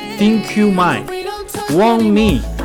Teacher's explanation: Think 结尾的 k 要跟 you 和 might 连读，而 might 结尾的 t 是不发音的